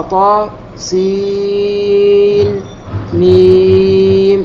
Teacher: إظهار النون من سين عن الميم من ميم، فيقرأ طا سين ميم مد المشبع، وهذا هو الذي يترتب على السكت الذي هو إظهار، لكن حكم المد باقي كما هو. · Term: الإظهار